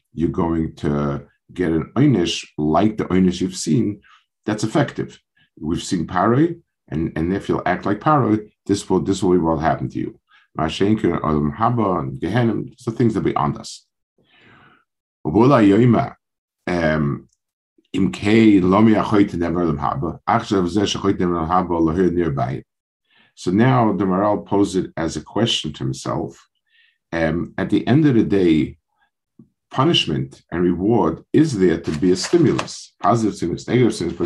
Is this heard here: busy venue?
no